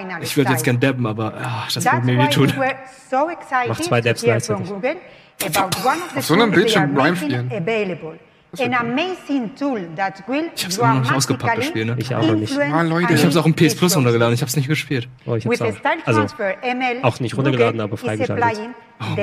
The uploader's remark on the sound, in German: live von der GDC